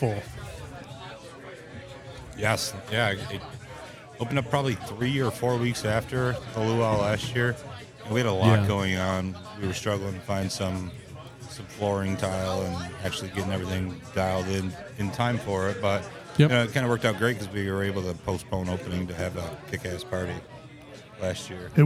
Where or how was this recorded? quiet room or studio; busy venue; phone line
busy venue